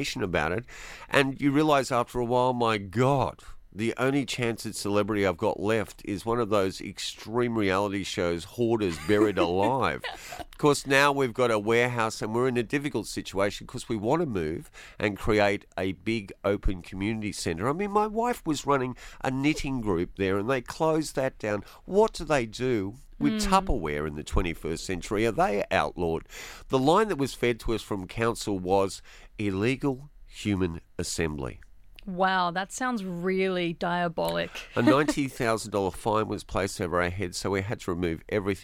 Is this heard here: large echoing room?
no